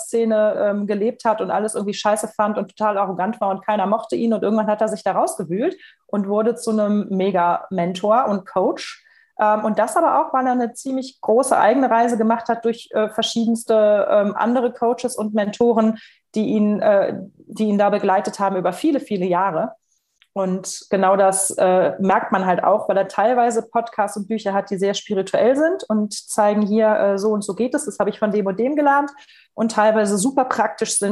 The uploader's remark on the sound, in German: Podcast zum interaktiven Live-Webinar